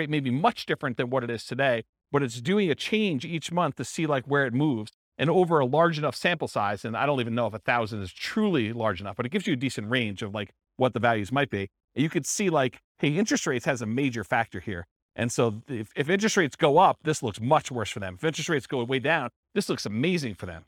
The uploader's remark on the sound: This was a live class recorded